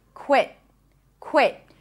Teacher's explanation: So we have a K sound, a W sound, an E, que, que, que, and then a T, quit. Now, I pronounce it as a held T, so it's an abrupt stop of air.